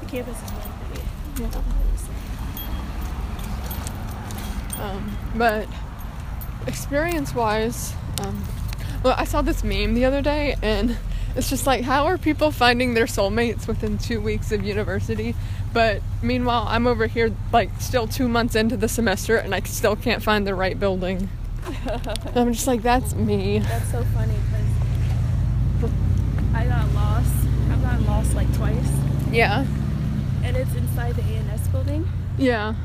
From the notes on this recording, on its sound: walking around the GCSU campus